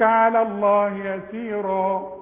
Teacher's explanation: اللامات بتاعة اسم الجلال مفخمة طغت على الحروف اللي قبلها